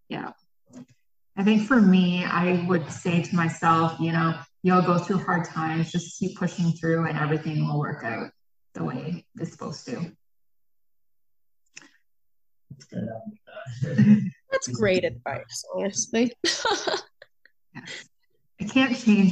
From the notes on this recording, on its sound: got together virtually to re-record the podcast